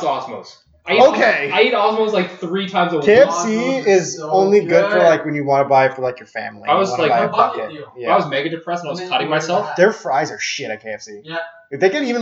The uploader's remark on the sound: Audio warning - I really fucked this one up, listen if you want, sounds like ass the whole way through.